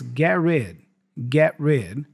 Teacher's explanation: the T for get disappears. It's kind of a stop T again.